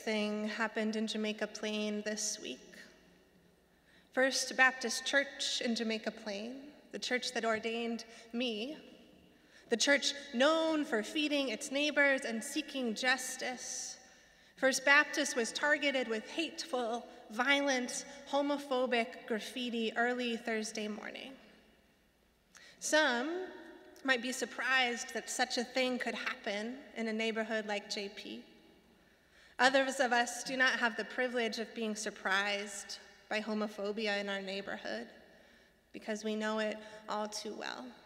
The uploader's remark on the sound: Sermons from Old South Church in Boston